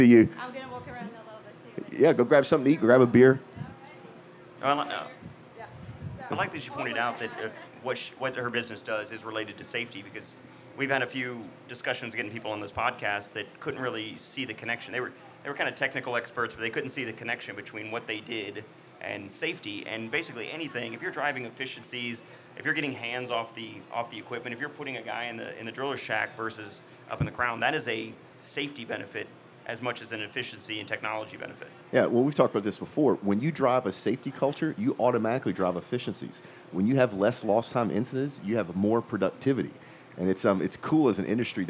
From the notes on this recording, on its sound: Red Wing’s Oil and Gas HSE Podcast was live at The Offshore Technology Conference, OTC 2017, in Houston, Texas. This is a special episode that was recorded in two parts: The first segment was recorded live from OTC 2017 at the Red Wing booth in the main exhibition hall at NRG Stadium. The second segment of this episode was recorded live from National Oilwell Varco’s annual shrimp boil.